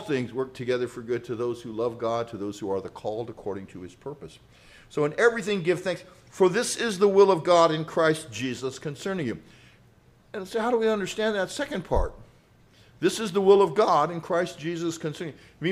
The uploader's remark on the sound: Grace Presbyterian Church Live stream in Redding California